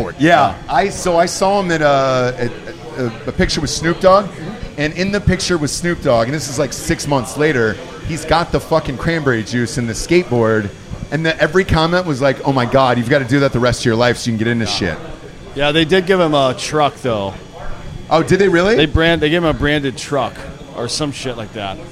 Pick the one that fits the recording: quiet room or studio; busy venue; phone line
busy venue